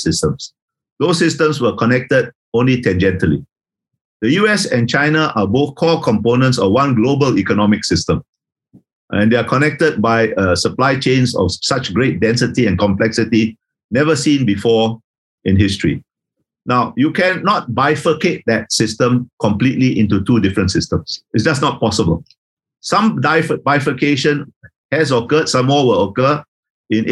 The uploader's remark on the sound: This is a recording of one of our digital events.